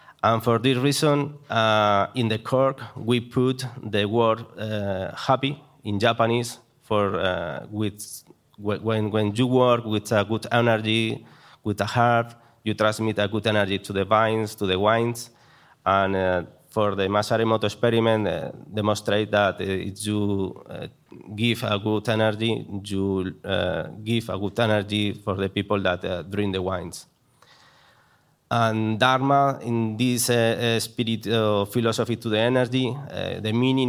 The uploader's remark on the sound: This episode of HRN On Tour comes to you live from Raw Wine 2022 in Maspeth, Queens. Hosts a wine tasting comprised of 6 wines from the Castlilla y Léon region of Spain.